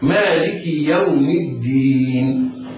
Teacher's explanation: الطول: مالك يوم، ومقداره ست حركات